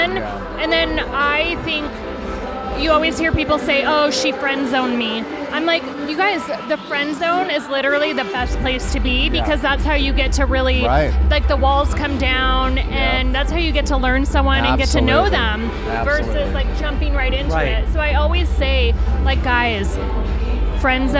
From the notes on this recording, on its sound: Joins the show which was recorded at the Virgin Hotel/Elia Beach Club event in Las Vegas.